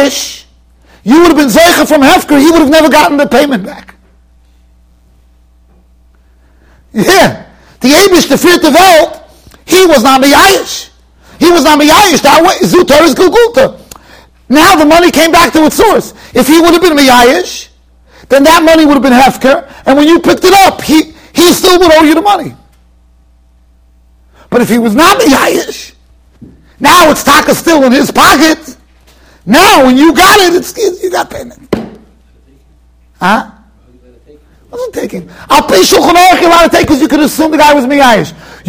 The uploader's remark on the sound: Shiur recorded in Yeshivas Ohr Reuven, Monsey NY.